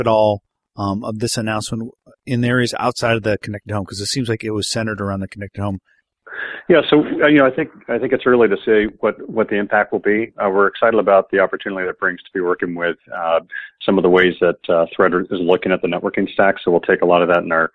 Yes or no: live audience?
no